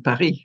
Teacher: Whereas constantly in the mouths of French people, it developed into Paris. Well, the R changed, the S dropped off the end